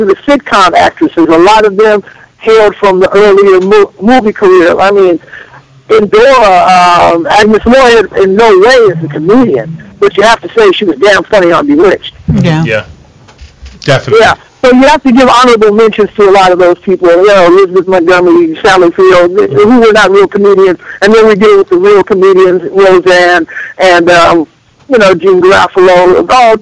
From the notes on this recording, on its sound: calls to the Let's Be Frank Show